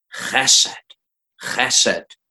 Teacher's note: It helps being a Welsh speaker to be able to pronounce that word because of the guttural chesed.